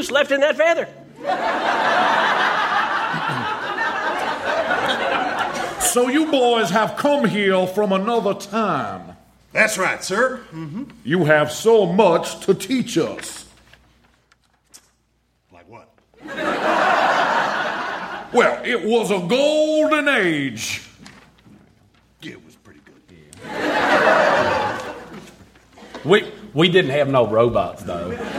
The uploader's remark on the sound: Recorded Live 3/3/2012 at Largo, Los Angeles.